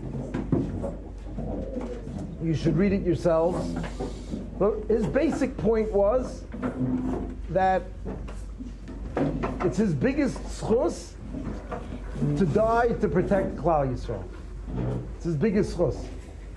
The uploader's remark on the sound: Shiur recorded in Yeshivas Ohr Reuven, Monsey, NY.